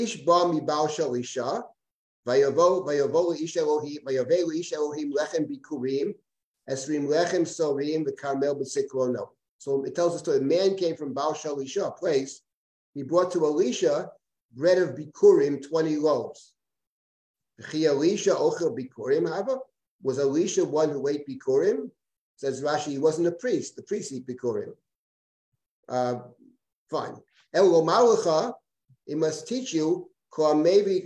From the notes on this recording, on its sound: This audio was originally captured from Zoom